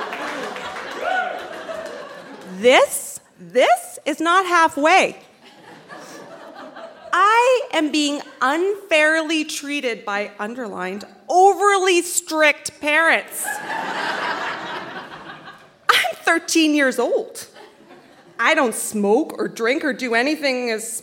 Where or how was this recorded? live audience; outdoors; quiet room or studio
live audience